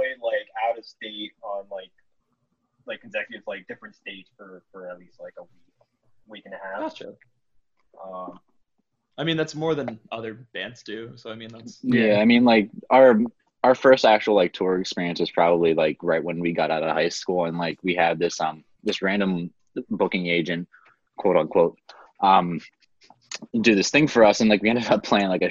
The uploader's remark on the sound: It took us three zoom calls to make this episode happen because of the god forsaken time limit that the zoom gods created.